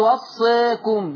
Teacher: تقليل يعني اميل بالالف شويه